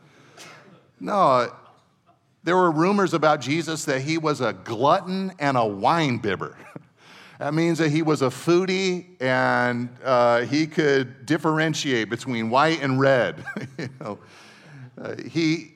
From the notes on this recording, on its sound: Second session at our 2023 Men’s Conference